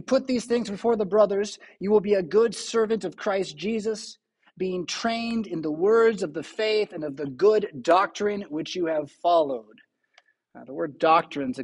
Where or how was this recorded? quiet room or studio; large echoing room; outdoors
large echoing room